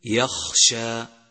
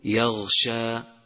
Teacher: يجب بيان همس الخاء حتى لا يصير غينا، وخاصة إذا سكن · Shown in: first take · مثل يخشى، فإياك أن تقول يغشى.